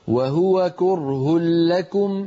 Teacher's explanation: وهو كره لكم من غير غنة عند اللام